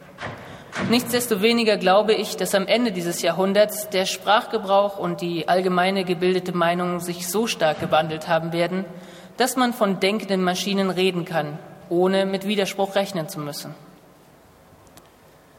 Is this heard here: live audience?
yes